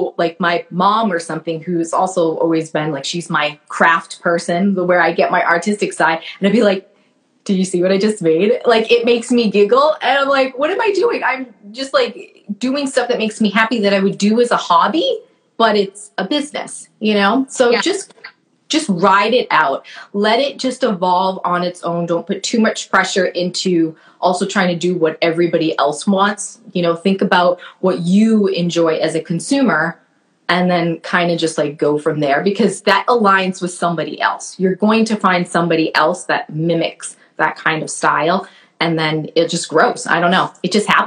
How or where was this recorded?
video call